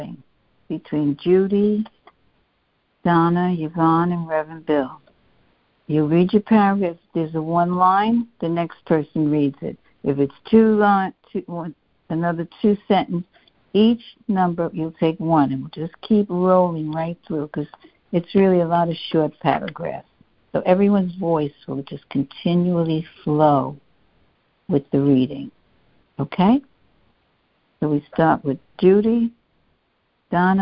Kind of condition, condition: link, phone line